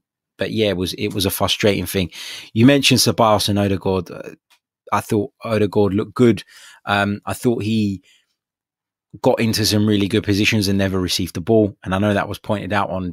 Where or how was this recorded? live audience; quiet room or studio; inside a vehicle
quiet room or studio